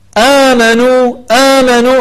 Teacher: آمنوا هذا مد بدل يمد بمقدار حركتين